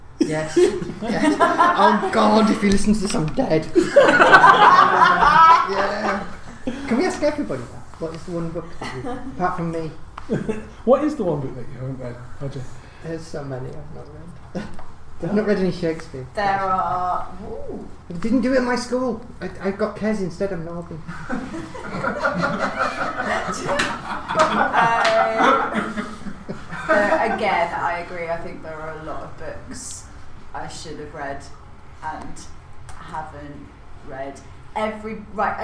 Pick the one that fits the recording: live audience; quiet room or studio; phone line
live audience